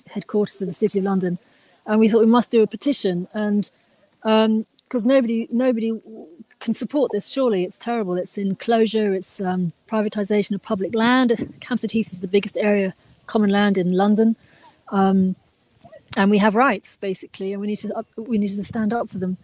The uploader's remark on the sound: live from Hampstead Heath